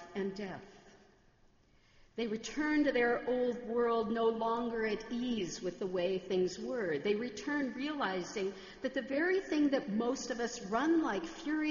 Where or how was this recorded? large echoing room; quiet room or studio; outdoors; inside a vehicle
large echoing room